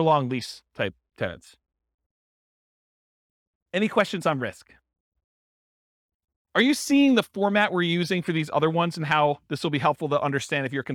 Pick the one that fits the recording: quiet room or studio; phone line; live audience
live audience